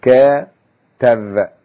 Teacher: صار معي مقطعان فقط على هذا على هذا النحو، ومعناه برضو انتقل النبر من المقطع الأول إلى المقطع الثاني